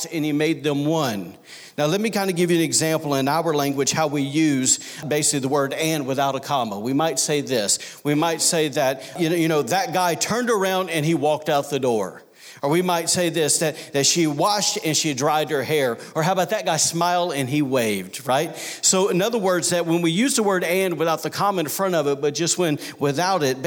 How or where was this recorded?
large echoing room